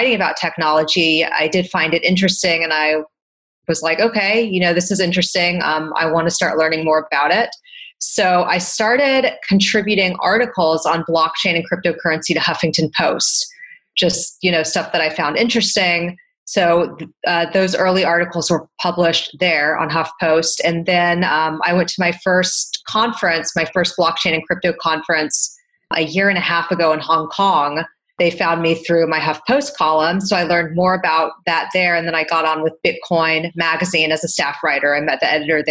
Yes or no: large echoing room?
no